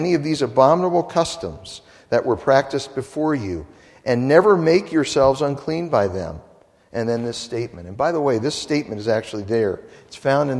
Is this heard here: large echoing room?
yes